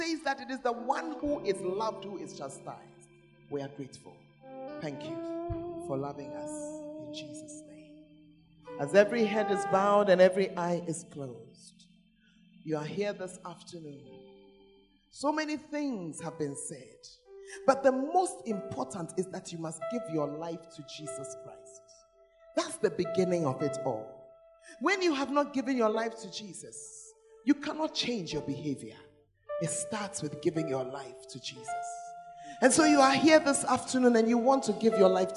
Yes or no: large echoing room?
yes